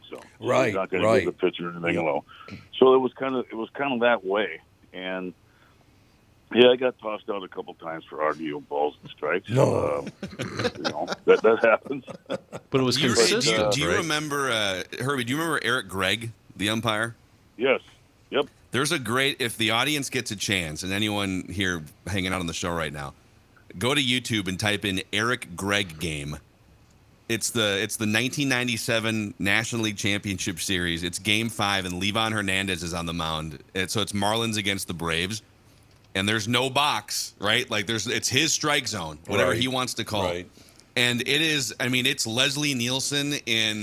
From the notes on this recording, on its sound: Joins via phone. Stops by the studio. Calls into the show.